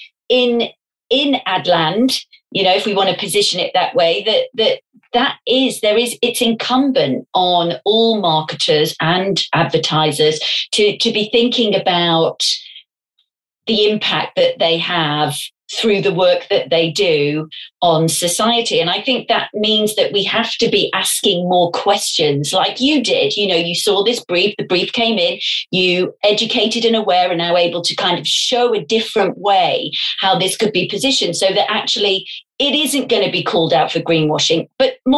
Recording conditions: video call